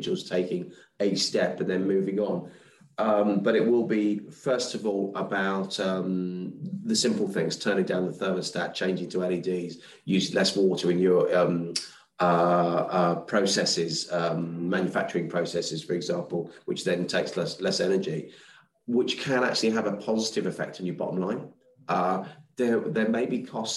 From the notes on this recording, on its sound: On a recent Global Counsel event. This is a recording of one of our digital events.